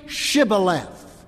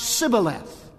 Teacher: the Gibeonites were unable to frame that sh sound. Try as they might, it would come out Sibboleth.